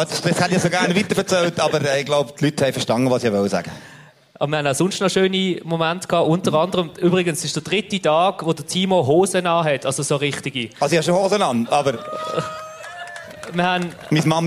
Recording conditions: live audience